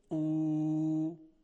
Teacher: اگر دهان یه مقداری جمع بشه او، صدای واو مدی ایجاد میشه